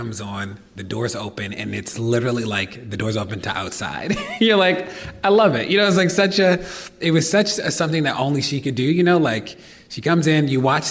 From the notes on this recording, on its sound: This was recorded live at NYCPodfest.